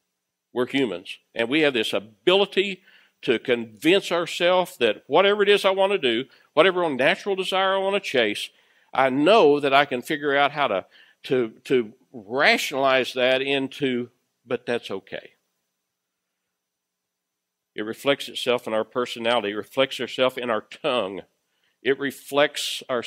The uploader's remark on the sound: Recorded live at Freedom Fellowship Church in Tontitown, Arkansas on Sunday, October 25, 2020.